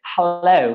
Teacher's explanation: in inglese è un'aspirina, la dobbiamo aspirare